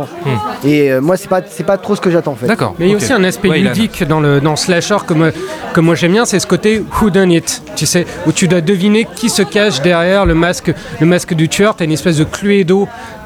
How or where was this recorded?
busy venue